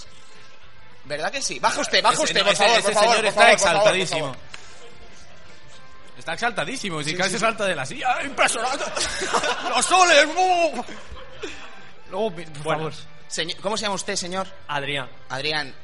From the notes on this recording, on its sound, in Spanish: Programa en directo desde el evento ElcheJuega 2013. Gran experiencia, mucha buena gente allí reunida.